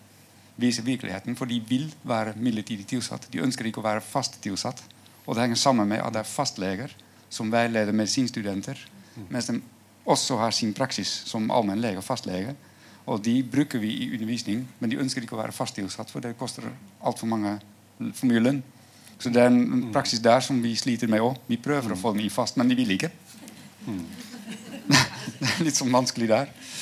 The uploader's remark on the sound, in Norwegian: en paneldebatt fra litteraturhuset i Trondheim